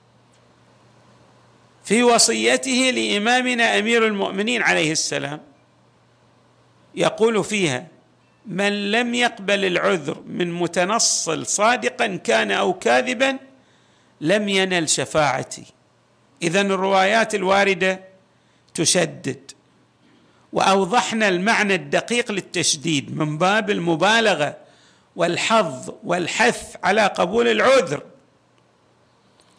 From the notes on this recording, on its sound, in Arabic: تسجيلات جامع الامام علي عليه السلام الأحساء المبرز